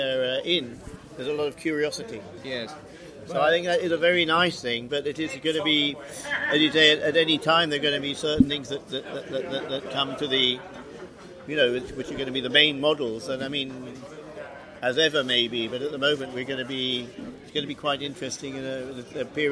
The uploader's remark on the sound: Recorded at Inntöne Festival, 14 August 2020